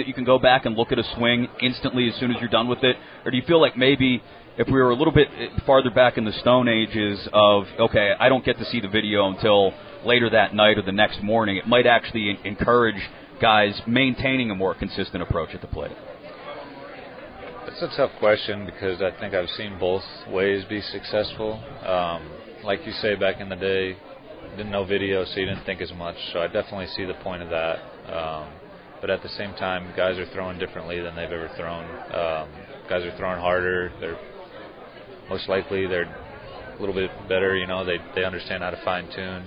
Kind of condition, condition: setting, busy venue